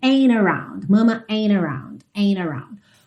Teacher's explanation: esse T pode ser omitido e você então vai ouvir a ligação direto no N